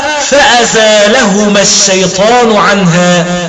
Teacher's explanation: زد ألفا هنا بمعنى الإثبات، يعني جاءت مرادفة للإثبات، وهذا الشاهد متعلق بقوله تعالى فأزلهما الشيطان عنها، البقرة الآية رقم 36، أي أنه قرأ حمزة بتخفيف اللام وإثبات ألف قبلها